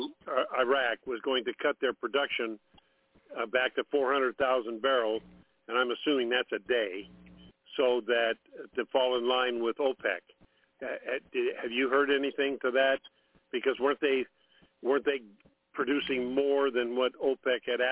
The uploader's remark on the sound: TNTSuperfantastic Conference Call.